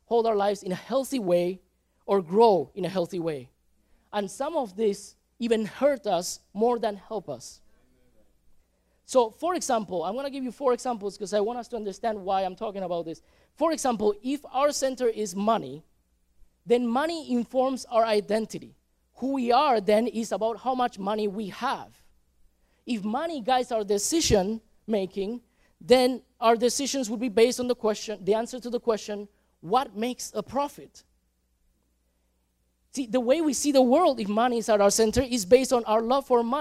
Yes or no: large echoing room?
yes